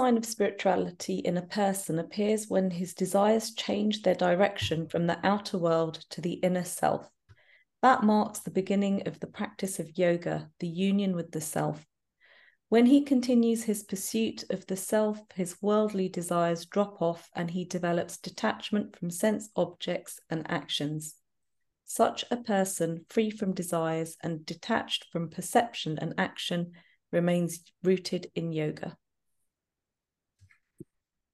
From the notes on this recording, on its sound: A live recording of a Bhagavad Gita class given virtually on the 20th of August 2023.